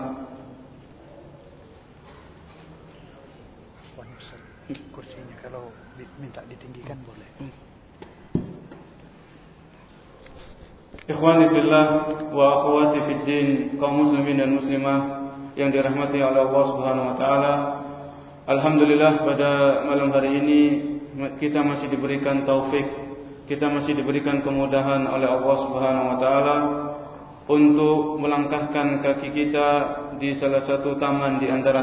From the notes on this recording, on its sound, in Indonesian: Masjid Ahmad Yani Surabaya.